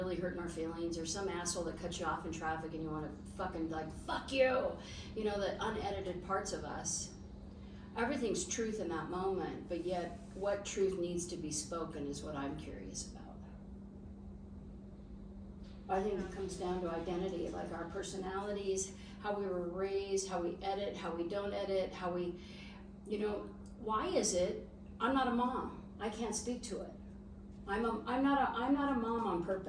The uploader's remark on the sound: unedited, raw, just us and an iPhone.